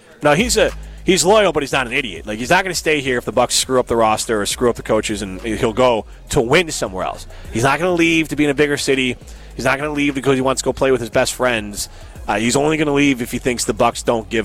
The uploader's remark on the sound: The guys are live from X-Golf in Madison